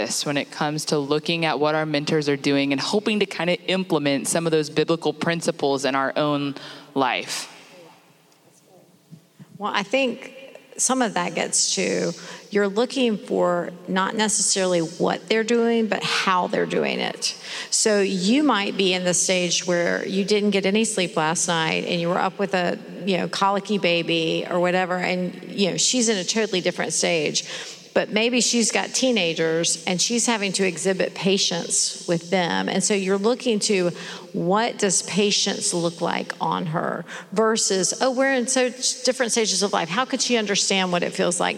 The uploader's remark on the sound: Our very first Journeywomen Live event that was recorded this past summer at The Gospel Coalition Women’s Conference.